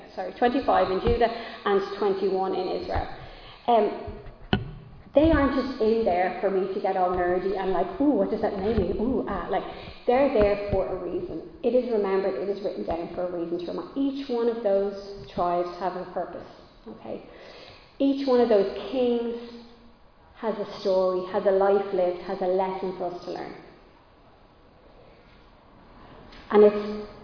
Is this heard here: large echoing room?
yes